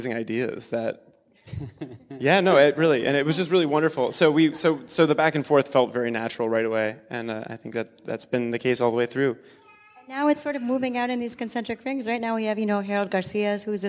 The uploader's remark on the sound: LIVE from Works & Process at the Guggenheim. Today's episode of ‘Conversations On Dance' is a live podcast from the Guggenheim's Works & Process series. This episode was recorded live on January 22, 2023 as a part of Guggenheim's Works & Process.